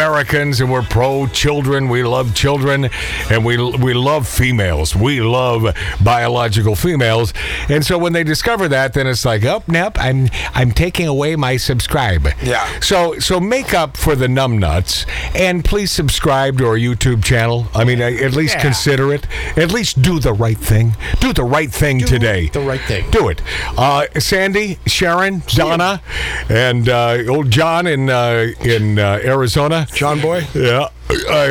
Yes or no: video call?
no